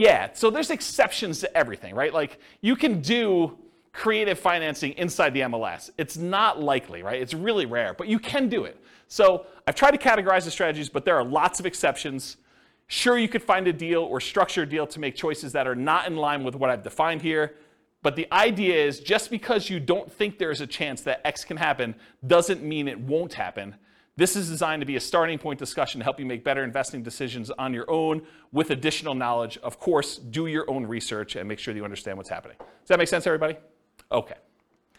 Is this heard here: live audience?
yes